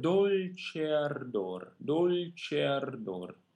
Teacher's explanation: sing them in a way that connects them very gently, so that the E becomes the A without trying to make a huge difference and without trying to precisely decide when the A becomes A.